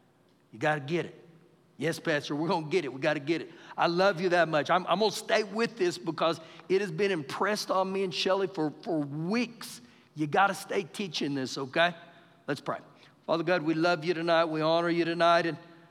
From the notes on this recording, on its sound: Recorded live during our Wednesday night service